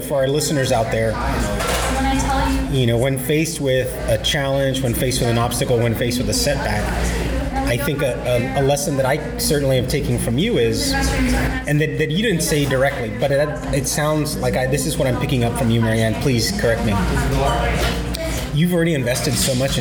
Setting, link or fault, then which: setting, busy venue